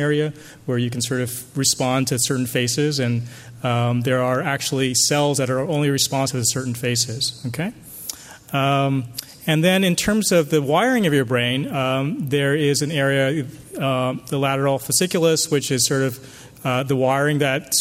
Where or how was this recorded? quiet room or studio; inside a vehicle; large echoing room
large echoing room